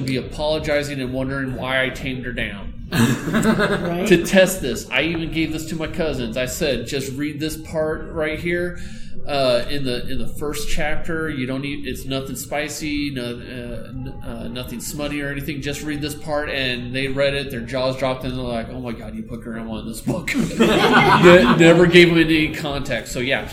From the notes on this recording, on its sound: Wild Wild West Con 11 Panel